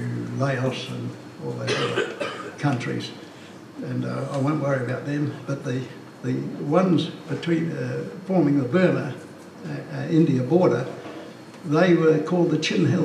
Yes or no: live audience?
yes